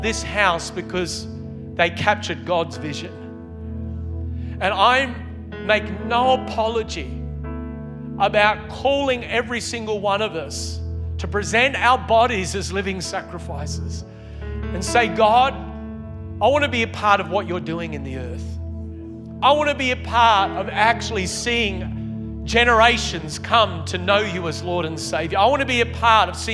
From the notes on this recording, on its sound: Originally Recorded at Neuma Church Melbourne City the 11AM AEST on the 5th of February, 2023.